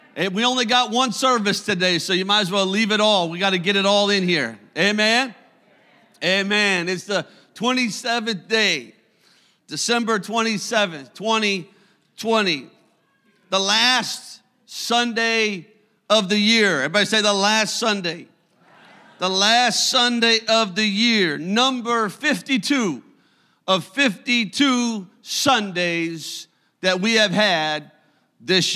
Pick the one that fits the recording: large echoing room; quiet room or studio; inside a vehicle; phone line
large echoing room